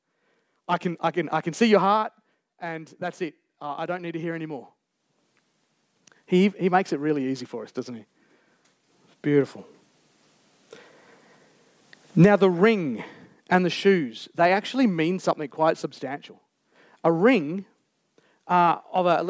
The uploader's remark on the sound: Recorded Live on 3rd September 2023. Geraldton Baptist Church.